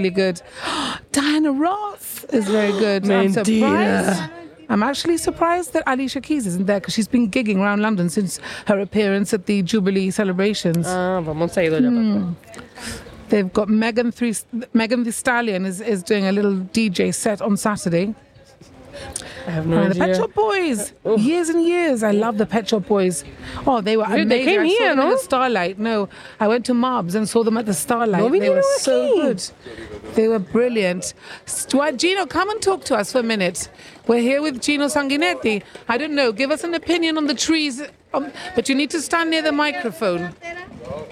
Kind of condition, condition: setting, outdoors